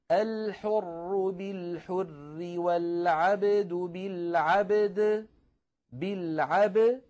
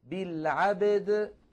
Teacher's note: نقلقل الباء على حدة ونقلقل الدالة على حدة. ولا تعفي ولا يعني ورود القلقلة الأولى لا يعفي من القلقلة الثانية.